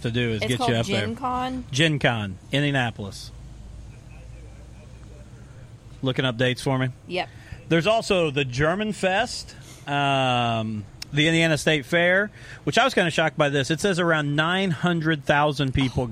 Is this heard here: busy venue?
yes